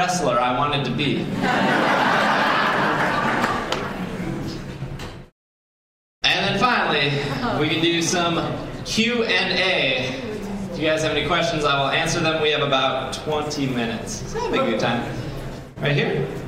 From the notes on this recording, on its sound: Live at C2E2. This podcast was recorded live.